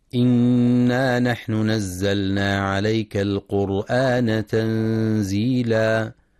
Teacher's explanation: ينتبه القارئ لإظهار اللام في كلمة نزلنا وعدم الإدغام، فلا يقرأ نزلنا.